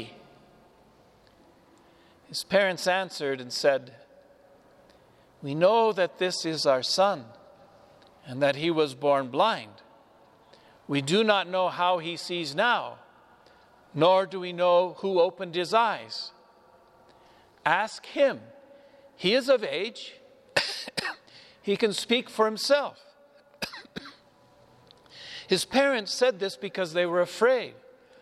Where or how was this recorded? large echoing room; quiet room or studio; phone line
large echoing room